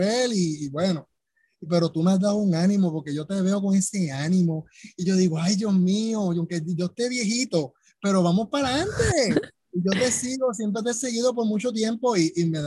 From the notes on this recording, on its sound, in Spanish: ZOOM PARTY CUMPLEAÑOS 2021. Q&A live.